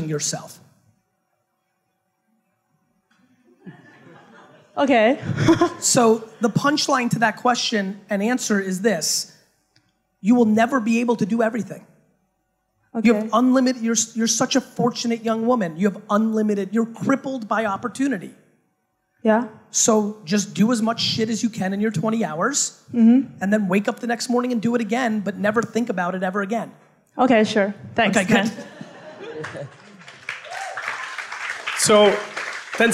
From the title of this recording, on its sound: A HUGE Fireside Q&A at Startup Grind HONG KONG